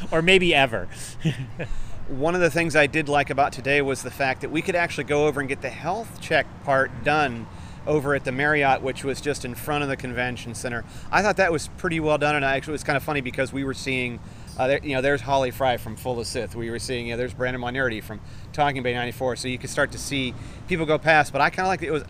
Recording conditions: busy venue